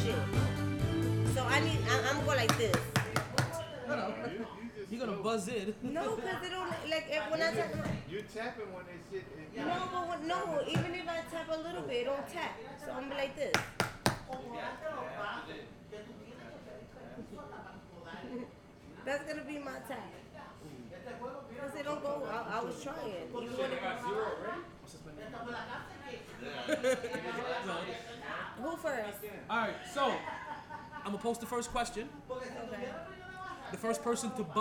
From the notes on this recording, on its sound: Monday Night live from Sharkeys